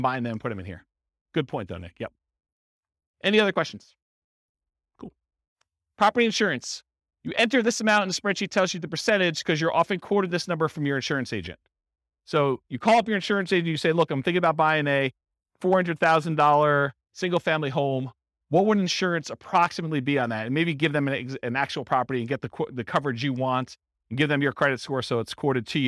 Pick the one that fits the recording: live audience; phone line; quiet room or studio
live audience